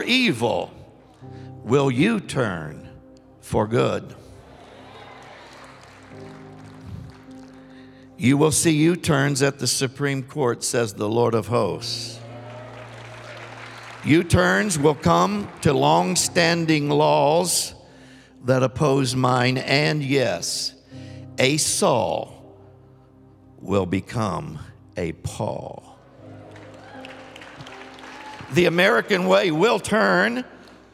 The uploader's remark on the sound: Recorded live at The Hub on 3/4/22. The Oasis Church, Middletown Ohio.